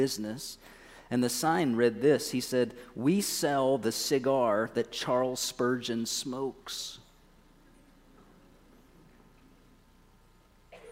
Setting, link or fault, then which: setting, large echoing room